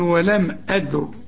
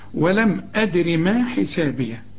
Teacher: هتقول لي دي قبلها الدال سكون، أقول لك سيبك من الساكن، إذا كان في ساكن سيبك منه وشوف اللي قبله. الهمزة مفتوحة يبقى الراء عند الوقف مفخمة، لكن عند الوصل مرققة لأنها مكسورة